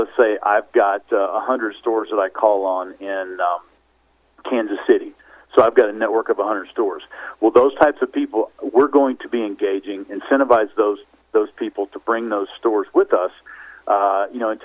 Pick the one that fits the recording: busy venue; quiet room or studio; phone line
phone line